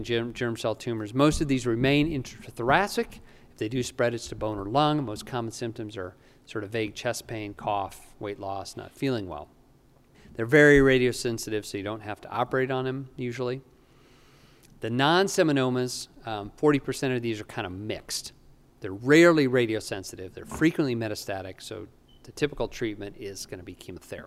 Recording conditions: busy venue